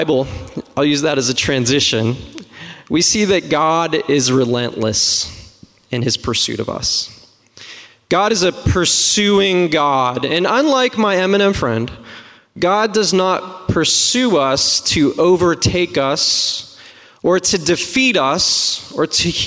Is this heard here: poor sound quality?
no